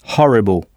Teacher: le H anglais ici n'est pas muet, donc c'est bien ha avec un H aspiré